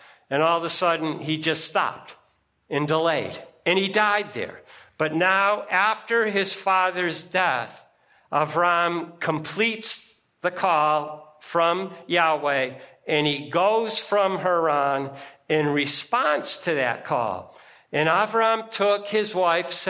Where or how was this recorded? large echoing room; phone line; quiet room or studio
large echoing room